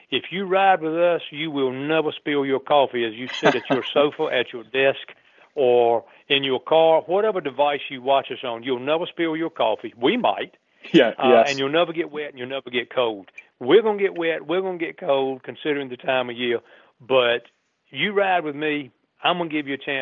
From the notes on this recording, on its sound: phones in to tell us